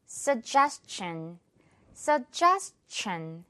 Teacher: 앞부분 써라고 해도 되고요. 썩이라고 해도 돼요. 두 개 다 가능합니다.